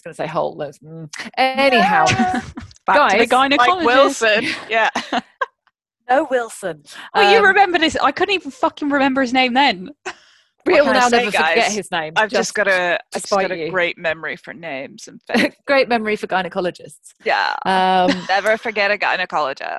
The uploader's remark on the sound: This episode was recorded via Zoom due to lockdown